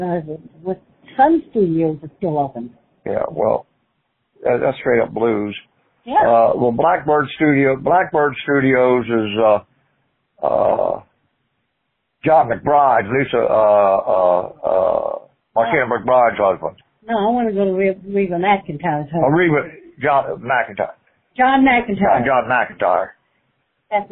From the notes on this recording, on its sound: call